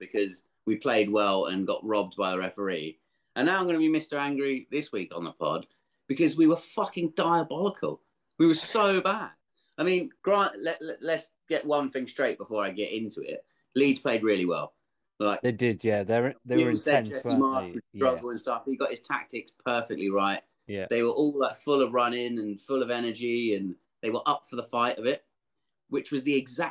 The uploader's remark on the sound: back on zoom